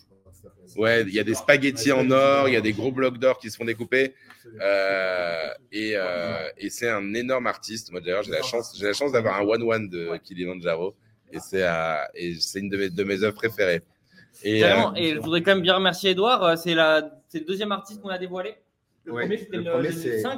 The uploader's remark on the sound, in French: Aujourd'hui nous étions en direct de la NFT Factory à l'occasion de l'ouverture du marché de Noël. Aujourd'hui nous étions en direct de la NFT Factory à l'occasion de l'ouverture du marché de Noël.